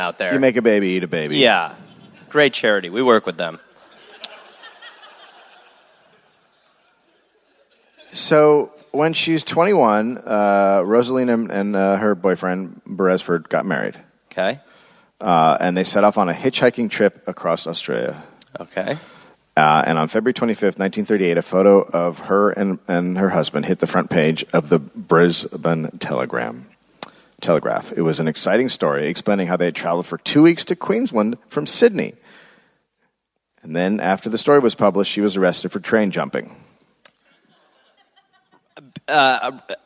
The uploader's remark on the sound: Live in Gold Coast